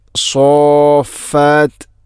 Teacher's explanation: സോഫാത്ത് എന്ന് നല്ല ഷദ്ദ് ചെയ്ത് കൃത്യമായിട്ട് അവിടെ നീട്ടണം · Term: കലിമീ മുസഖൽ